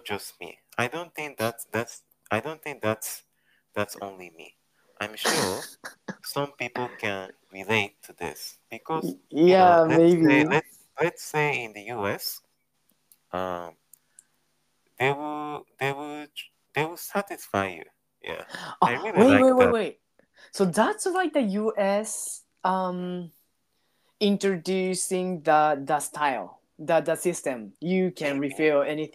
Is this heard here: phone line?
no